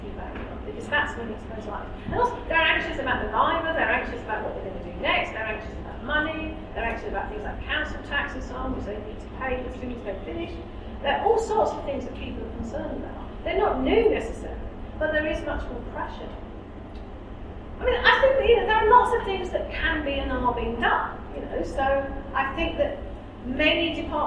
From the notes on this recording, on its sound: Speaks at SRHE Employability, Enterprise and Work-based Learning Network Event - Postgraduate study and employability.